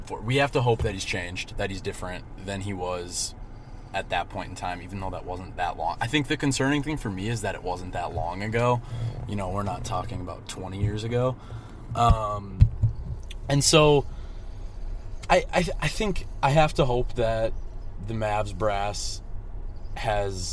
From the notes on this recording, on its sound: Came out to Vegas. We recorded in a car with the AC running so the audio might sort of stink.